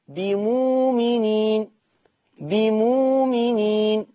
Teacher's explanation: طيب بمؤمنين، حكم الهمزة الساكنة الإبدال، حكم الهمزة الساكنة الإبدال، وتبدل واو، وتبدل واو لأنها مسبوقة بضم